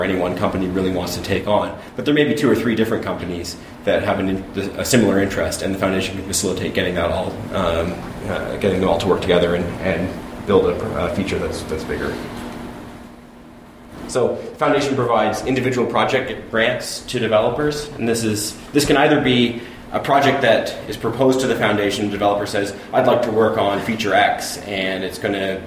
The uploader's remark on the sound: A recording from vBSDCon 2015 of the talk